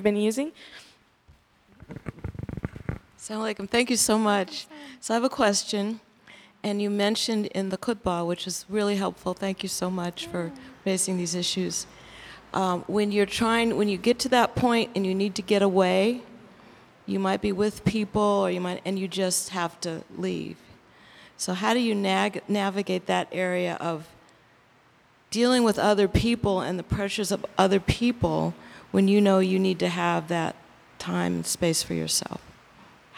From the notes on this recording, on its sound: Q&A Discussion Circle w/the Imam. Answers questions from the congregation.